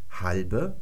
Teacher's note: da ist hinten noch ein E dran, deswegen sprechen wir dieses B stimmhaft aus